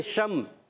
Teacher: شین مشدد ہے، شین میں تفشی ہوتی ہے، منہ میں آواز پھیلتی ہے. شین کو میم سے ملائیں گے، شم.